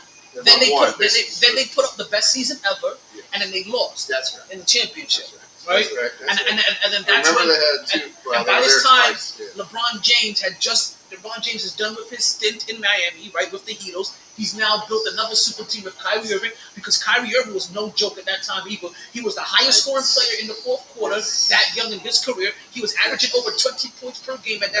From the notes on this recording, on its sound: Live From Sharkys